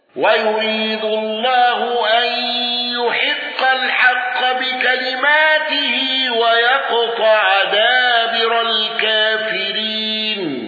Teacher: خلف عن حمزة بترك الغنة والسكت على المد المتصل